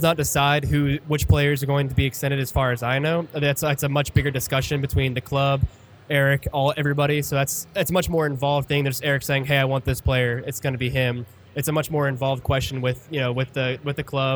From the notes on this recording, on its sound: The guys took over the mezzanine at 3 Nations Brewery in Carrollton, Tx for their live season review show. They were joined by a parade of friends.